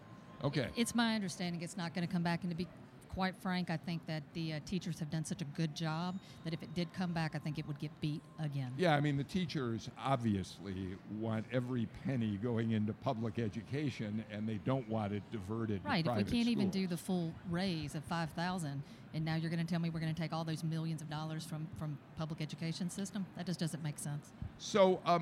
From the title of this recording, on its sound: Live From The Capitol On Sine Die